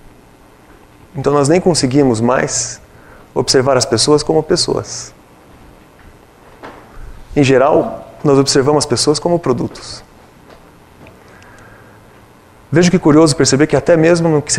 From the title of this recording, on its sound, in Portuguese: Palestra ao Público